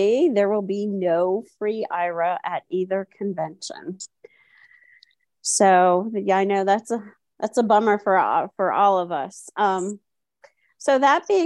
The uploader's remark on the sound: Originally Broadcasted June 26, 2023, on ACB Zoom.